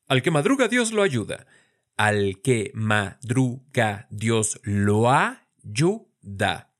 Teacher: Y vean que decimos lo ayuda y no lo ayuda. Cuando juntamos así las vocales entre palabras, a esto se le conoce como sinalefa.